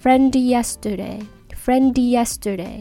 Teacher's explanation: friend の D と yesterday の Y のところがちょっとリンクされて